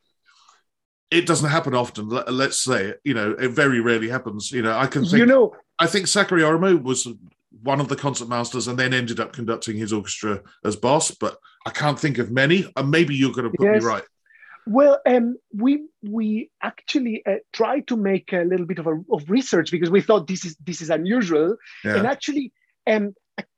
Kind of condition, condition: link, video call